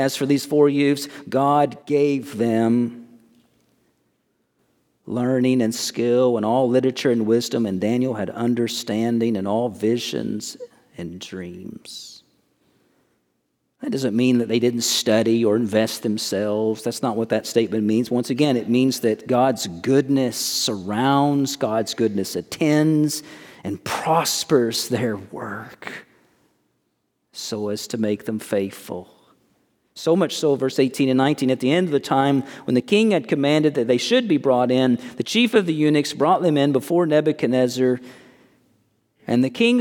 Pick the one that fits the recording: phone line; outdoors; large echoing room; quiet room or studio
large echoing room